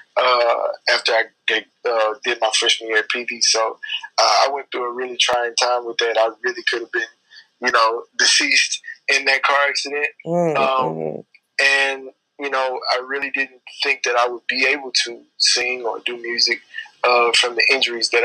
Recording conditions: video call